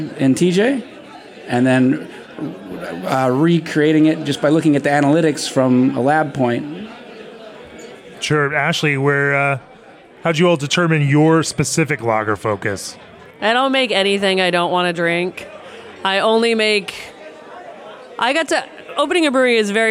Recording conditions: live audience